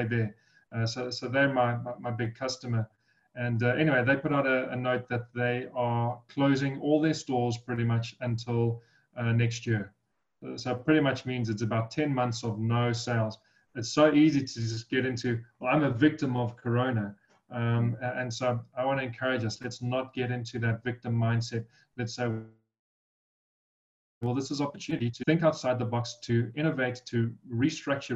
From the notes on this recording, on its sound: Breakthru Business Forum ZOOM meeting.